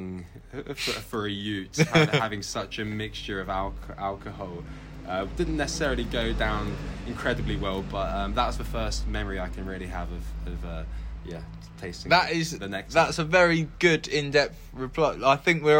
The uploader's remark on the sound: This week's episode comes from the garden of 'Pub of the year' The Gun in Findon Village